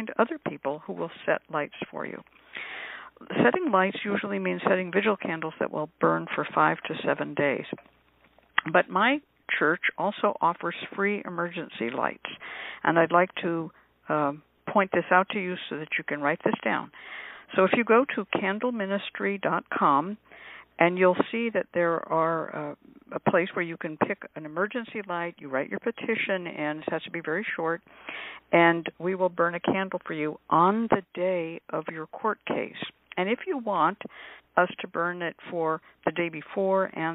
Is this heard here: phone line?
yes